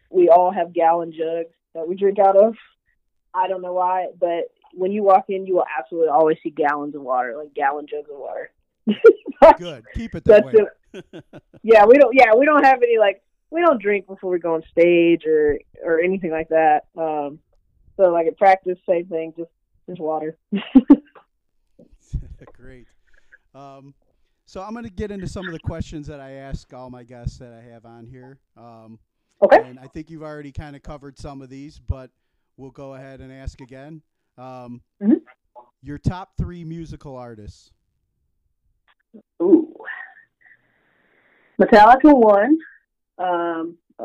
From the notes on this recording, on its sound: talks over the phone